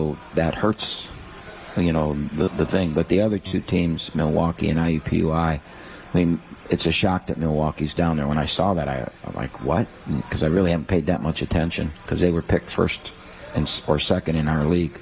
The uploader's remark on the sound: live from RJs Pub in Rochester Hills